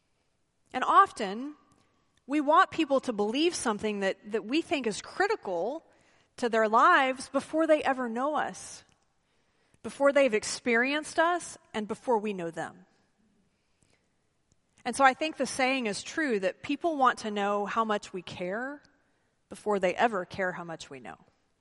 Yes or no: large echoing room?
yes